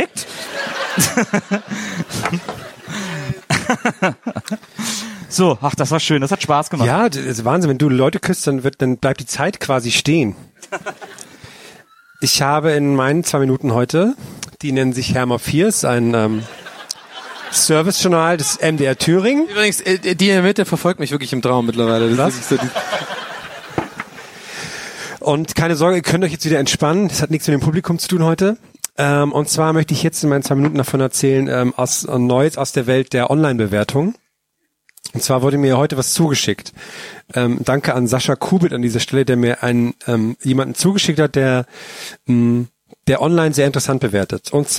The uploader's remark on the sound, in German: Live von einem Bielefelder Campingplatz. In Bielefeld.